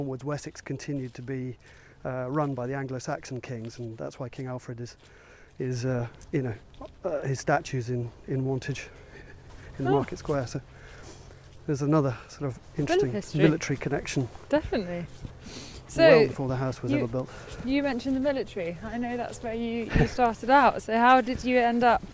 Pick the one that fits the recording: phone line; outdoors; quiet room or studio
outdoors